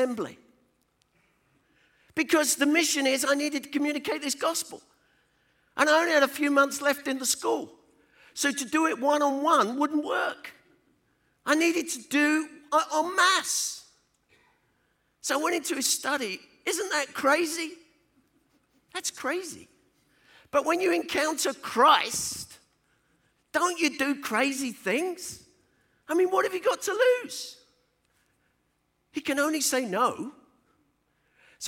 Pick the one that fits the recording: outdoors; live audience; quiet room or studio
live audience